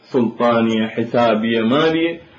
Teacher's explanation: الحروف الصوائف فلا يريد أن يقف على صائف مفتوح فيقطع أو يغلق هذا المقطع بالهاء التي يقف عليها بدل الألف المفتوحة الطويلة · Term: هاء السكت